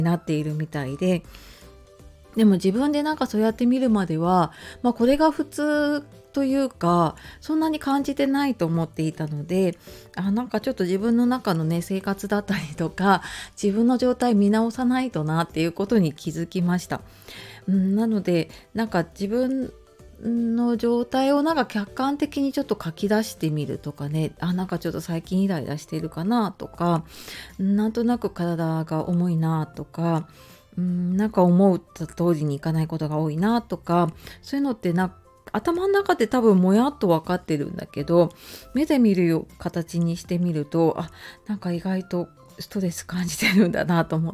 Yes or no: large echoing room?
no